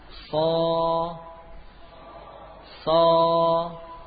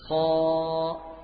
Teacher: huruf sod arah suaranya ke atas · Term: huruf tebal